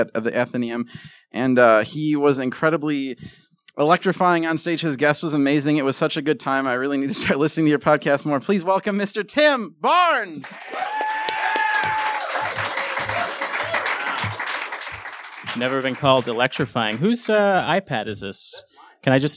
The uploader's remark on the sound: Opening Act (from the Chicago Podcast Festival!).